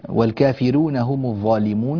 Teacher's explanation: طبعا الراء هنا في الكافرون مرققة، ليست مثل الراء في بروح. والسبب طبعا أن الفاء التي قبلها فاء، الكسرة الفاء التي قبلها كسرة أصلية متصلة بها.